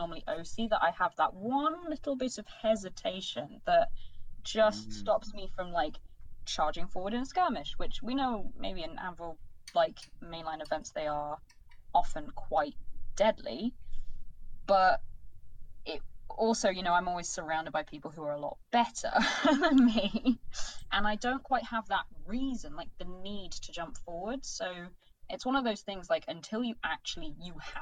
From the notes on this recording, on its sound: Audio isn't great on this. Have attempted to "fix" it but will still dip/pop occasionally.